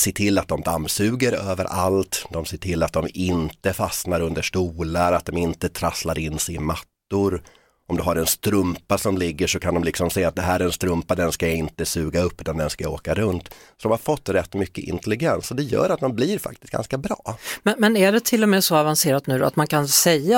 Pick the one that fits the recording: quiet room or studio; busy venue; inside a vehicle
quiet room or studio